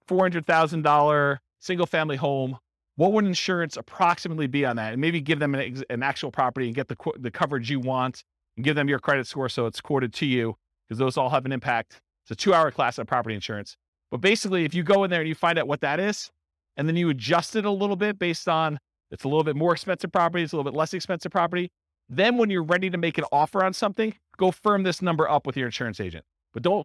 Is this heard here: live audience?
yes